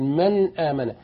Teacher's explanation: مخرج النون في حالة الإظهار من طرف اللسان مع أصول الثنايا العليا